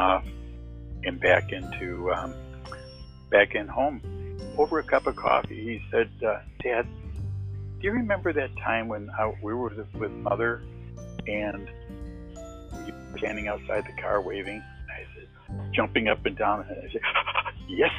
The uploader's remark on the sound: testimonial on the phone